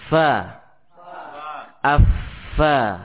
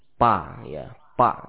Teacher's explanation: bibir bawah bagian dalamnya bertemu dengan ujung gigi seri atas · Shown in: first take · Term: huruf fa yang fasih